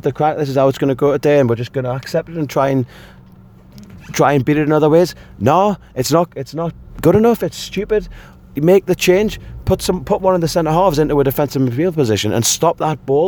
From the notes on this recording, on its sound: driving back from Manchester